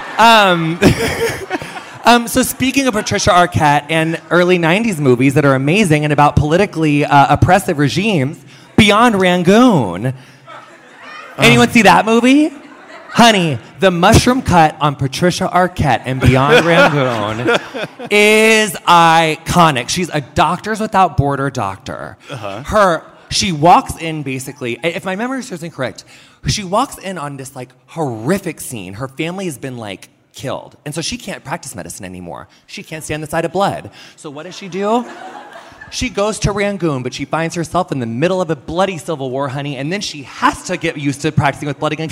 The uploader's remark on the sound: Recorded live at Vulture Fest.